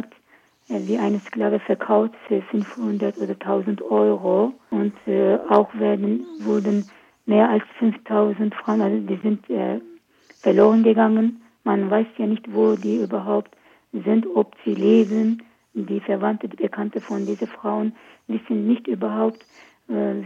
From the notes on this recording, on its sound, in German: In dem Telefoninterview. Tonqualität leider nicht so gut.